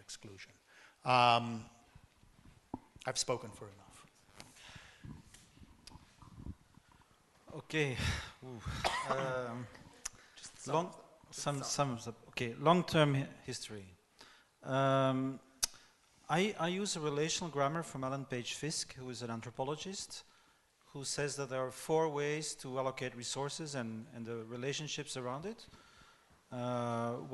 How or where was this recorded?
live audience